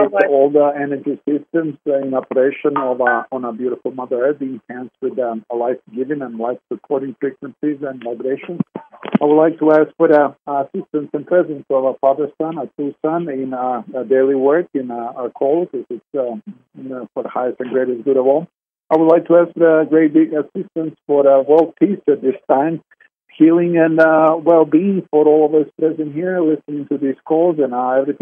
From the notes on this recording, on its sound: Conference Call LIVE